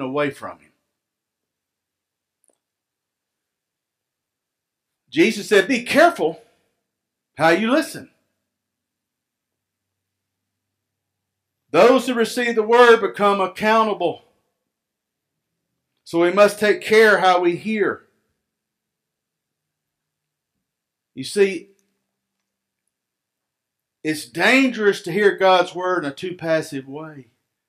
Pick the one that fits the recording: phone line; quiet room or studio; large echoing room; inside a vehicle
large echoing room